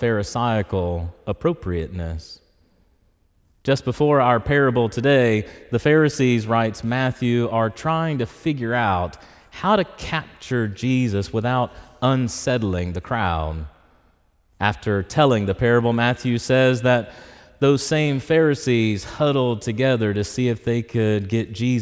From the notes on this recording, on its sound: preached in Church of the Ascension on Sunday, October 15, 2023